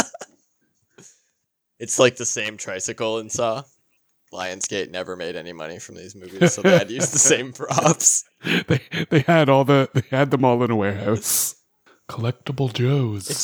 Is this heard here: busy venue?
no